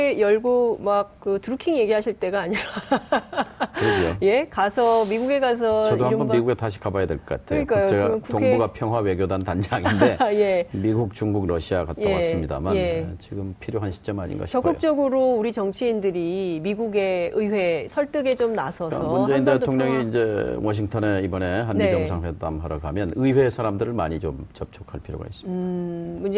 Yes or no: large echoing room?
no